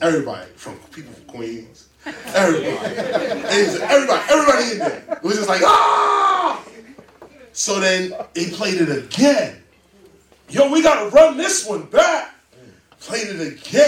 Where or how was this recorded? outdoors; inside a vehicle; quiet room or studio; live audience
live audience